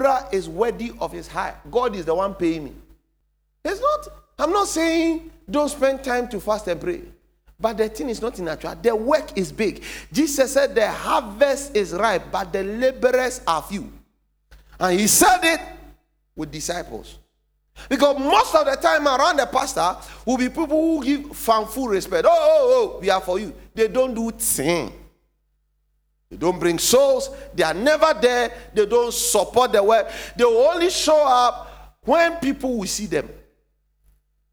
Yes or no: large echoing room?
yes